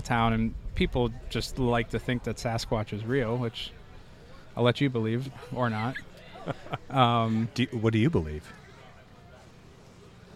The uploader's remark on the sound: Live From The Primo BBQ Bash